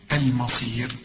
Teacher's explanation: الميم هنا تقول لي المصير الما ولا الما، المصير، واحنا خدنا الراء اللي بيسبقها ياء عند الوقف ترقق حتى لو عليها ضمتين مش ضمه واحده كمان، شوف المصير.